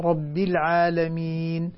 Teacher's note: سمعتك كانت تقولي رب العالمين، لا، ربي الباء مكسورة